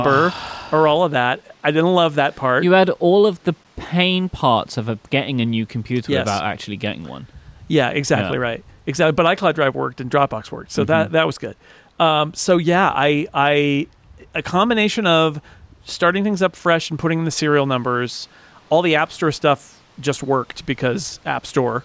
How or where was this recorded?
outdoors